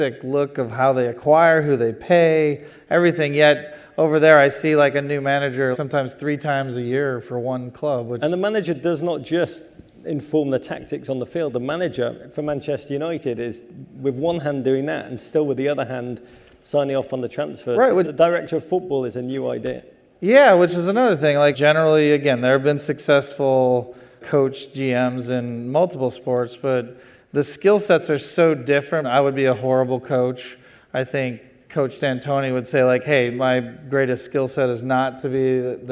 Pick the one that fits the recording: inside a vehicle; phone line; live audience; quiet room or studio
live audience